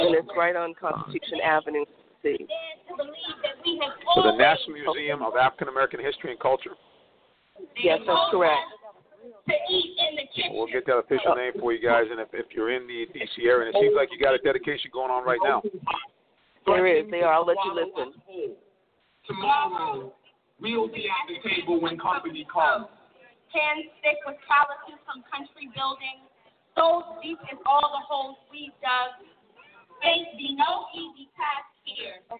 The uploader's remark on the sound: LIVE from African-American Museum dedication in Washington,DC. Our special DC correspondents are on the scene with coverage.